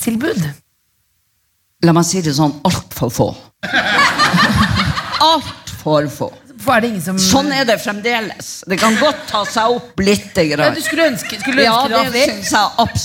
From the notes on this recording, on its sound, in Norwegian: Live fra Bergen med prompeputekostyme og gjester!